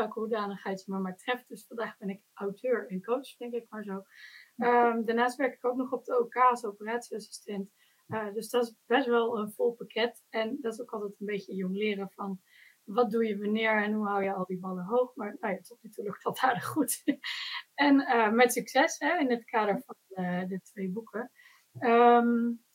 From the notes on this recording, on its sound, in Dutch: de podcast is een opname van een live webinar.